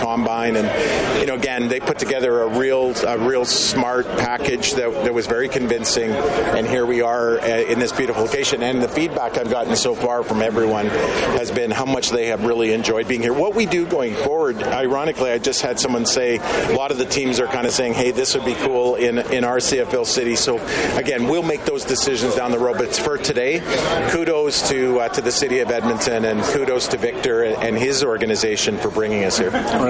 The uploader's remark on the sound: LIVE from the 2023 CFL Combine. LIVE from Commonwealth Stadium for the 2023 CFL Combine.